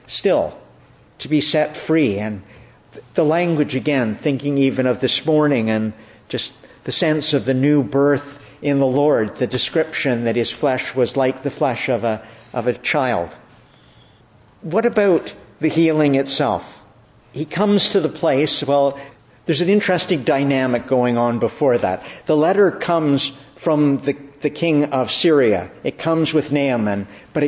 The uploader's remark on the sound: Evening Service. Preached at Evening Prayer in the Annunciation of the Blessed Virgin Mary, Ottawa.